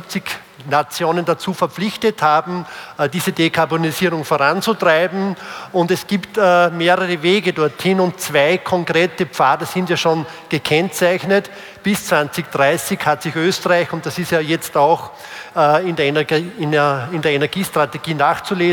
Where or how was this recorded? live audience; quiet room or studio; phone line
live audience